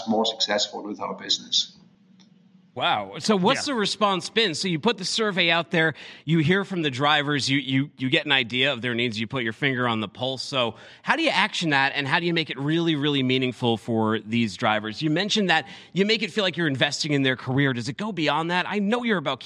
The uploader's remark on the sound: live from FreightWaves Small fleet and owner operator summit